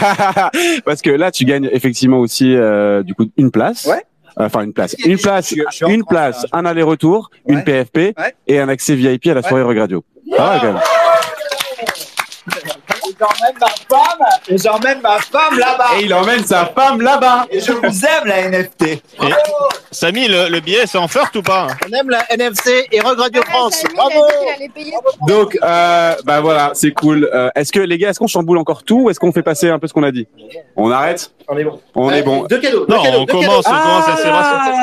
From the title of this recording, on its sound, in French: En direct depuis la NFT Factory